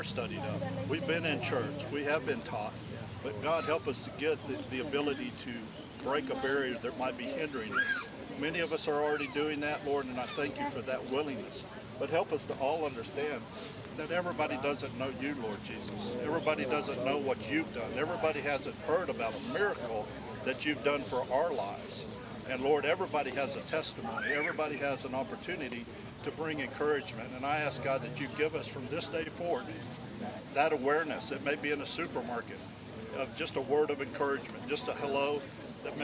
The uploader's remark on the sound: Follow The Son Radio proudly presents the live broadcast of this year's "Prayer on the Square" in celebration of the annual National Day of Prayer events.